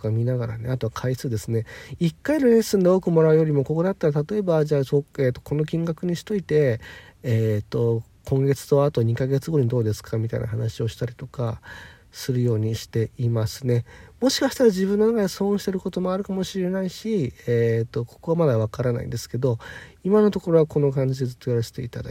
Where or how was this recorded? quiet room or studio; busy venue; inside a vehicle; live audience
inside a vehicle